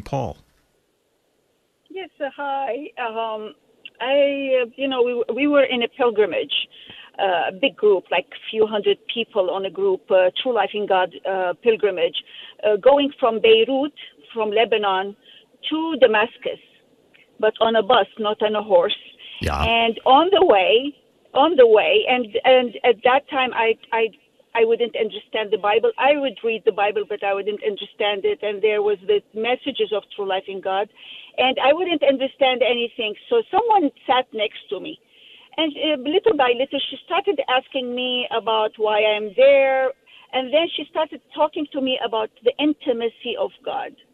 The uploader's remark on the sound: Listeners call in to share their conversion stories.